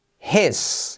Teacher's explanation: Salto la H, la I como E